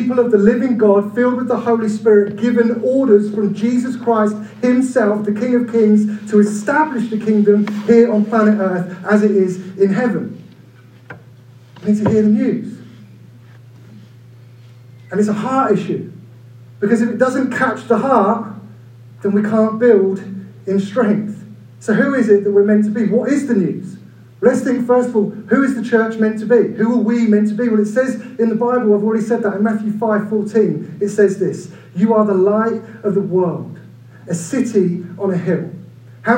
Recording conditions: poor sound quality